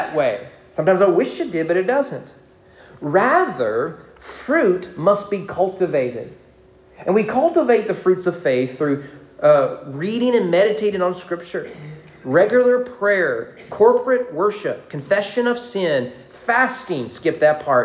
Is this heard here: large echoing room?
yes